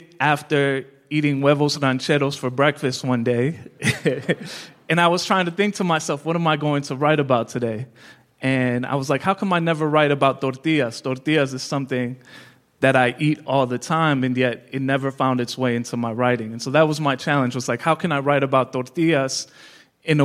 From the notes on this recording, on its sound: Excerpted from the Code Switch Live show at the Studebaker Theater in Chicago. Live from Chicago. This episode is excerpted from the Code Switch Live show at the Studebaker Theater in Chicago.